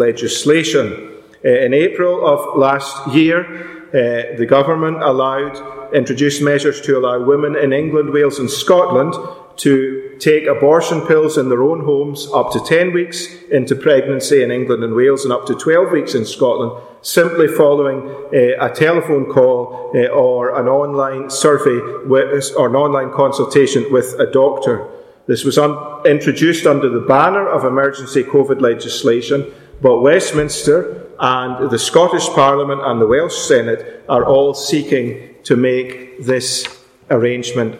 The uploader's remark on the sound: Our special afternoon meeting at Ballymacashon Congregational Church. This podcast was recorded live at that meeting.